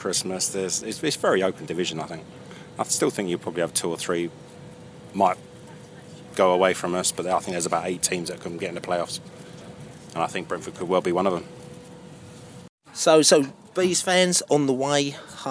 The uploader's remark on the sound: Post-match poscast from the pub.